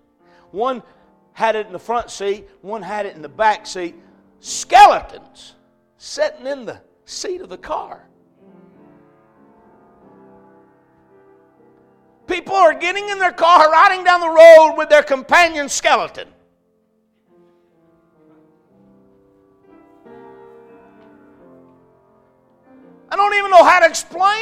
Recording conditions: large echoing room